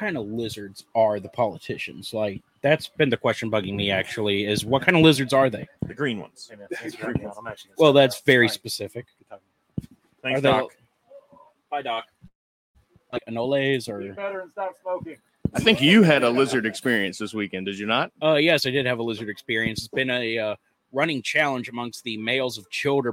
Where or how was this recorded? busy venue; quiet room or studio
busy venue